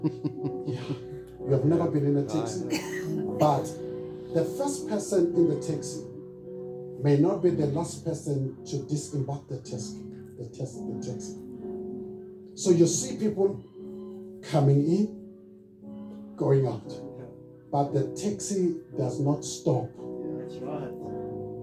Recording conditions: large echoing room